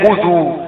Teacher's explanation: خذوا الخاء مضمومة مفخمة